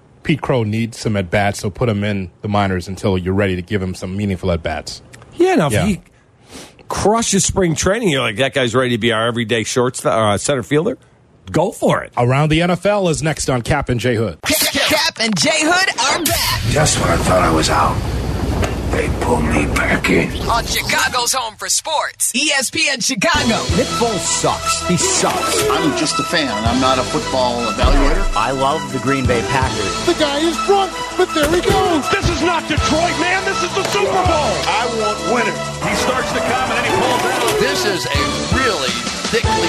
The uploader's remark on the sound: live from the NFL Combine